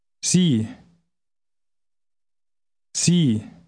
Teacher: Initial S is usually pronounced like a Z.